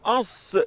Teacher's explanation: بيبقى بتحس إن في انفتاح في الأوتار الصوتية، مفيش هزة في الأوتار الصوتية، يبقى حرف بنسميه حرف مهموس